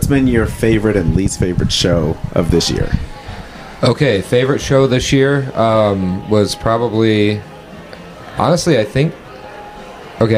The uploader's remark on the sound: Comedians/ performers talk right BEFORE taking the stage to perform. This episode was recorded Aug 25, 2023 | 30 minutes before a show at Mason City Brewing (Mason City, IA).